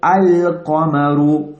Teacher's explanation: We're pronouncing the lam. So this is a moon letter. Qaf is a moon letter.